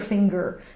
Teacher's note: So we would say G after the NG sound.